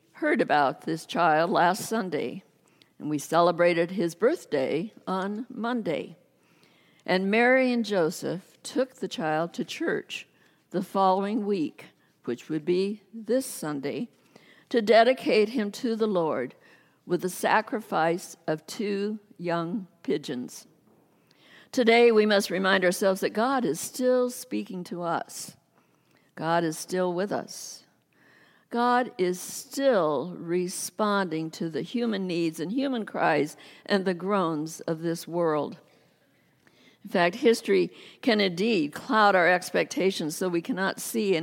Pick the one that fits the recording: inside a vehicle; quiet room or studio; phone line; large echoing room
large echoing room